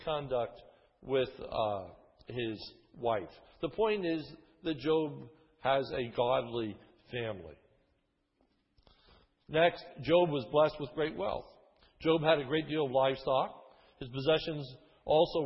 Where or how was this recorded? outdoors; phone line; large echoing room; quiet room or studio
large echoing room